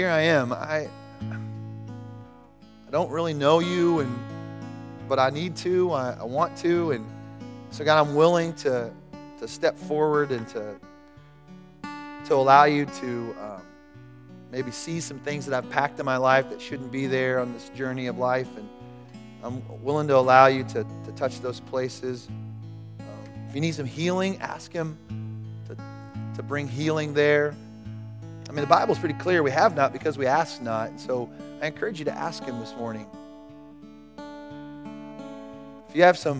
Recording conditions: large echoing room